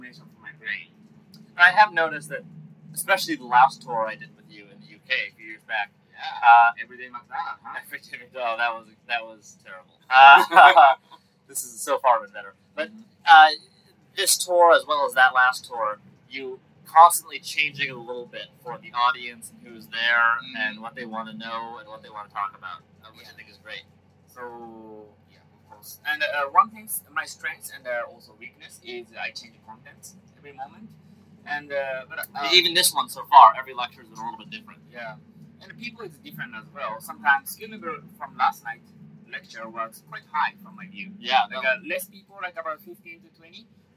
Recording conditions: sounds in the background